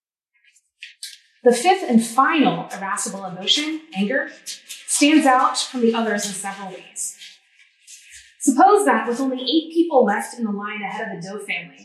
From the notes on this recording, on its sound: This lecture was given on April 26, 2023 at the University of Arizona.